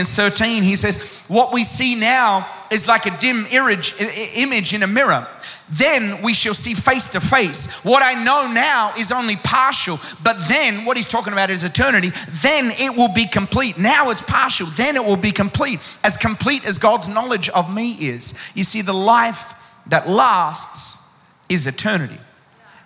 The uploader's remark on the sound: Recorded live at Planetshakers Church (Melbourne).